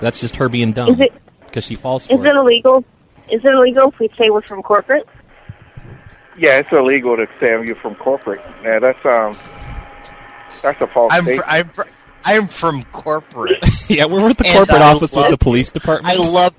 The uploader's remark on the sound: Prank Phone Calls